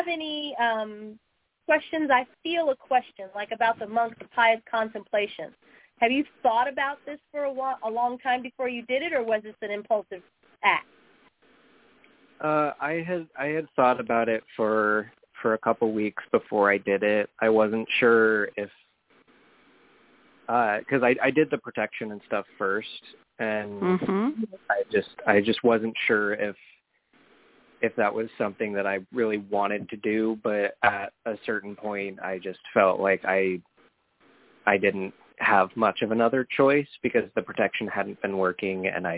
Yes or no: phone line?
yes